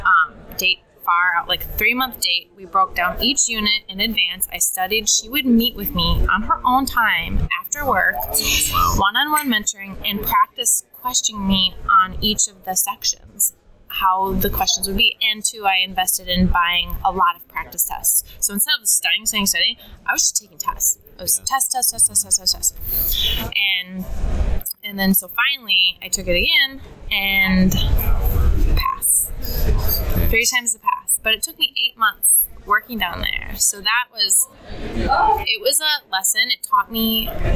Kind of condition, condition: setting, busy venue